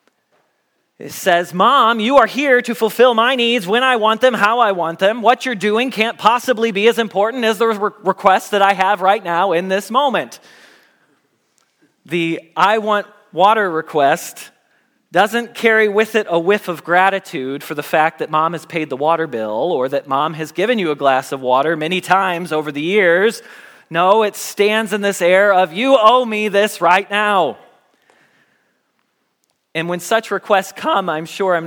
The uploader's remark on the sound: Message Preached at Valley Creek Church